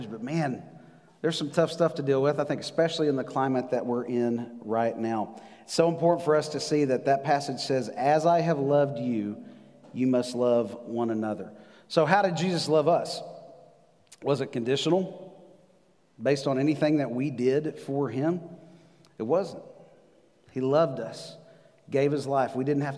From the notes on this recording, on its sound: Recorded live on November 8, 2020 at The Fellowship at Two Rivers.